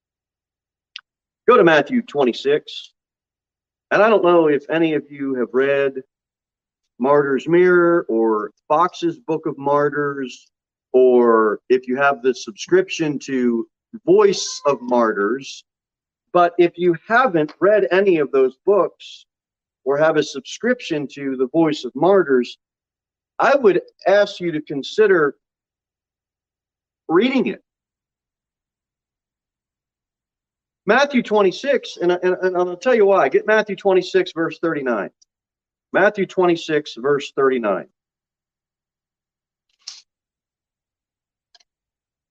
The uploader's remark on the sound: Sermon delivered at Pilgrim Baptist Church on Sunday, June 12, 2022 at 11:15 am. Jere Whitson Rd.